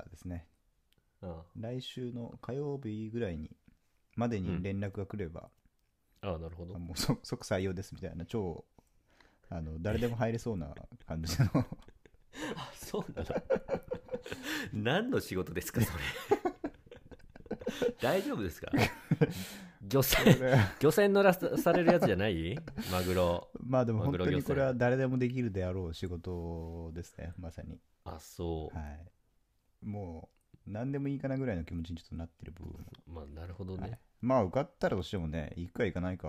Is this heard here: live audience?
no